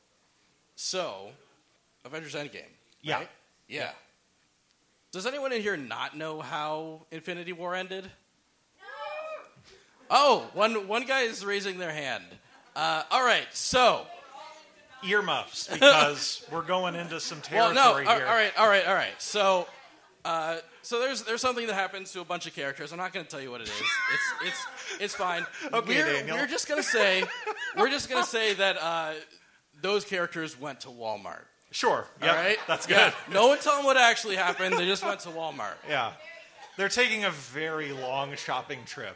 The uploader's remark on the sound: LIVE AT THE BEAT KITCHEN MARCH 2019. A direct cut of A Smashing Theory's first ever LIVE EPISODE, performed at The Beat Kitchen in Chicago, IL.